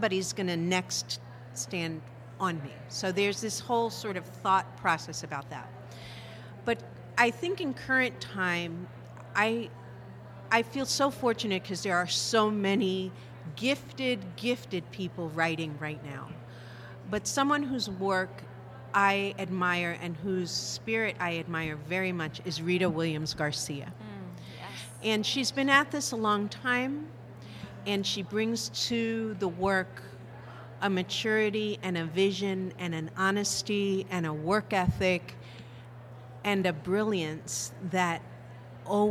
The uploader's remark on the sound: Part two of a special LIVE episode.